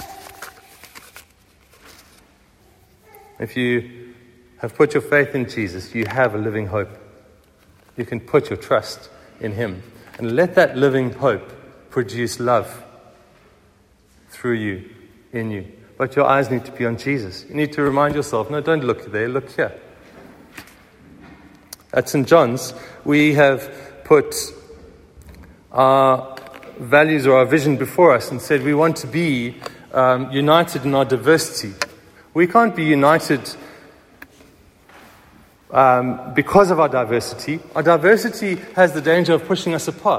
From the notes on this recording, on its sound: Recorded at the 9:30am service on Sunday 16th April 2023